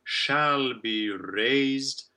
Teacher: Good rolled r before the beat.